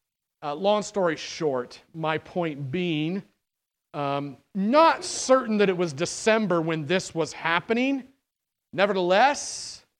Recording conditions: large echoing room